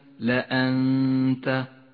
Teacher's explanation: تخفى النون الساكنة بالتاء مع بقاء غنة للنون من غير تشديد · Term: الإخفاء